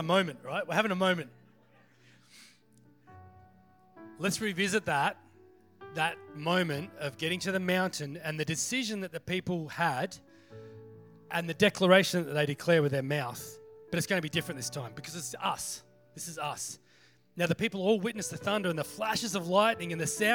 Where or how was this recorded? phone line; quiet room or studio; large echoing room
large echoing room